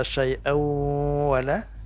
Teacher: Jadi panjangnya 4 harakat. Jadi bacaan atau bunyi tanwin itu masuk ke huruf waw · Term: idgham